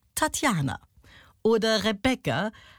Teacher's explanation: was eher ein Amphibrachis ist, weil es in der Mitte betont wird.